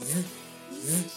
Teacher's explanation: 这里不叫牙齿颤抖，而是整个口腔都会颤抖